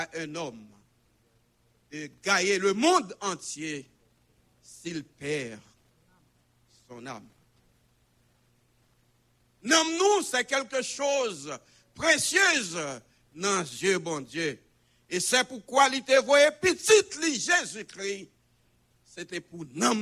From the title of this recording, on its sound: Sunday Service Live